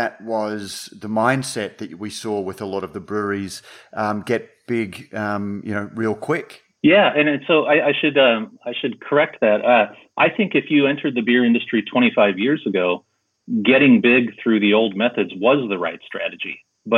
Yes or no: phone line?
yes